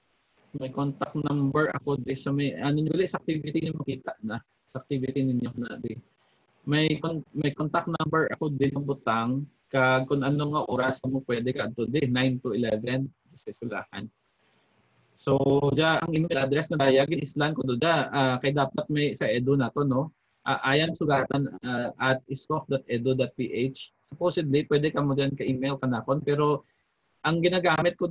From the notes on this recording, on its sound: This podcast is the first zoom meeting of ISCOF-SEC BSIT 2 Students in their subject ITPE 1.